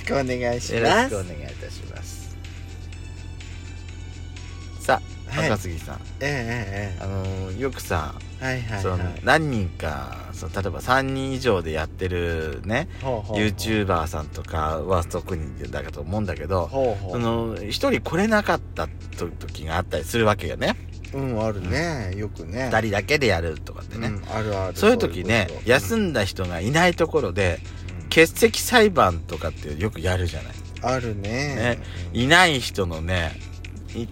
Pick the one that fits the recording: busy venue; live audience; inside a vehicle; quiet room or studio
inside a vehicle